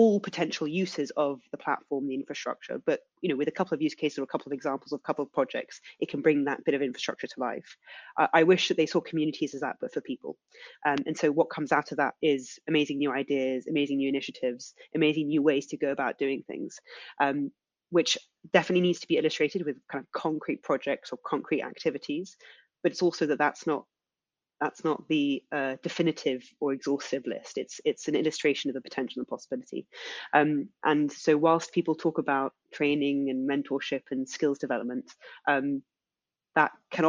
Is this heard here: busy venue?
no